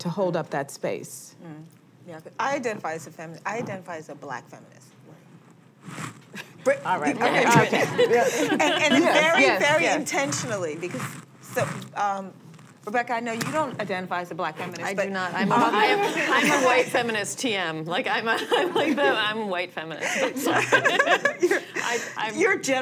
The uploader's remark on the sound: A panel of writers and activists. The conversation was recorded on September 22, 2016 in front of a live audience at New York's 92nd Street Y.